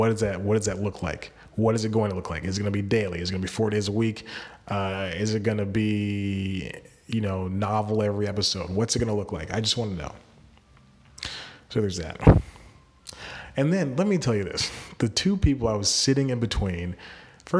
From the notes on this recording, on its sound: Live From the Bathroom. Recording this episode in his bathroom.